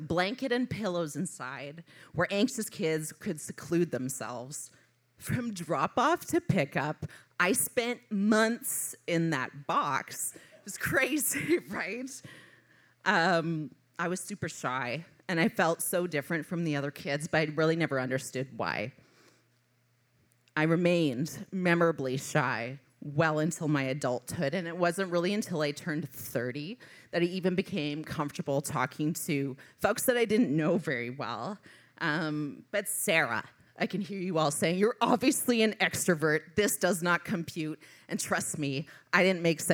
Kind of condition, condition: setting, live audience